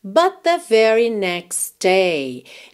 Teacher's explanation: aquele exemplo que é muito comum de junção de duas consoantes oclusivas